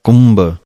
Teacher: ਭੱਬੇ ਦੀ ਆਵਾਜ਼ ਹੈ ਇਹ ਆਵਾਜ਼ ਭਾਰੀ ਕਰਕੇ ਬੋਲਣੀ ਹੈ